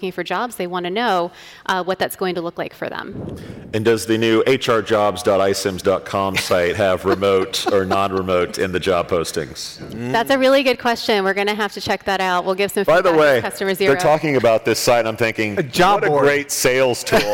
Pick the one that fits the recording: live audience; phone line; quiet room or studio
live audience